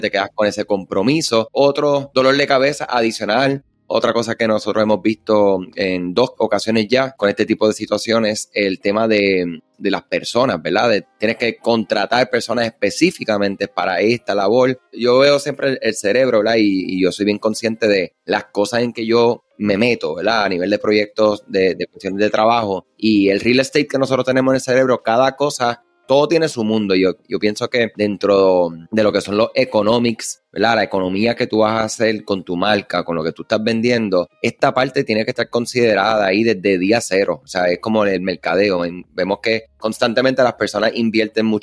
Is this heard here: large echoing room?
no